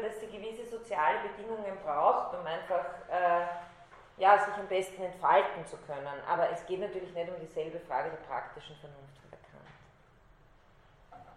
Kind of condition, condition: setting, large echoing room